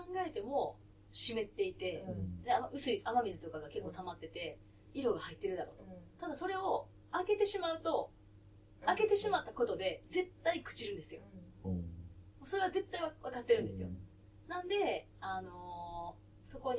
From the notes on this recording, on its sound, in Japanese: 収録超ケアレスミスにより音質が悪いです。